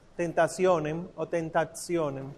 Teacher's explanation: la T seguida de I y luego seguida de otra vocal dice que se pronuncia como TS